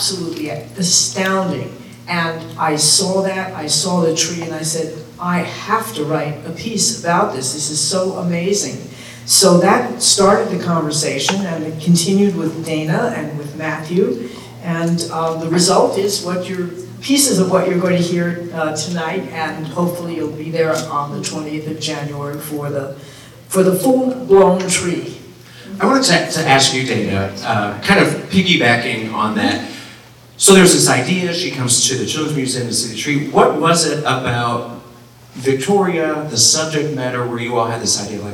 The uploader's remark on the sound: Enjoy this special edition of Mocktails and Masterpieces recorded live at the Ann Katz Festival with Indianapolis JCC on November 2023.